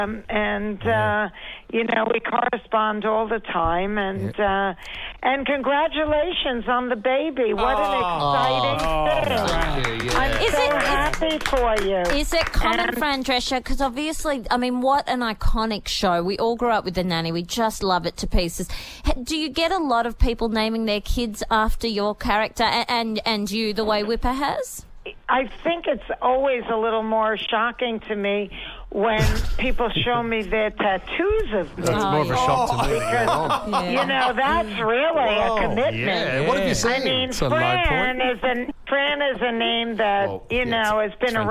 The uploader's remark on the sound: call into the show!